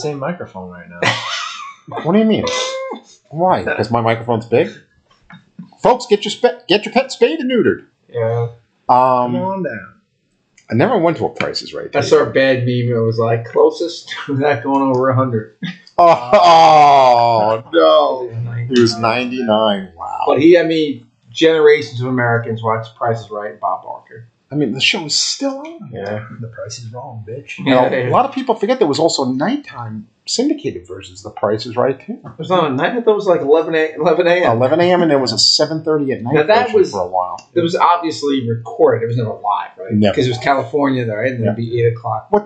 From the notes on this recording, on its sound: this is the final episode with the audio issues so we apologize in advance.